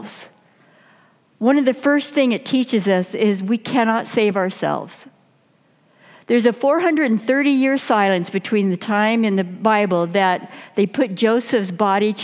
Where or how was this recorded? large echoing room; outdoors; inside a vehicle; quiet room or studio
large echoing room